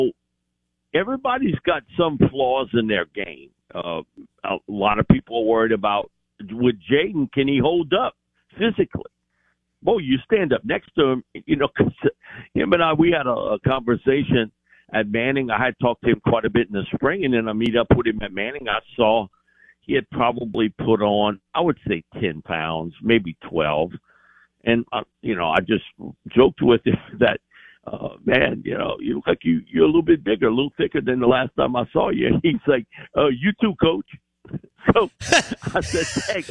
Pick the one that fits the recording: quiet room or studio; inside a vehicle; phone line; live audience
phone line